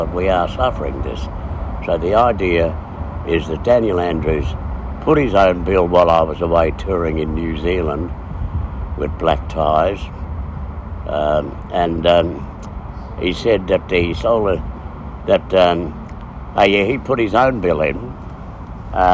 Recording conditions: phone or laptop microphone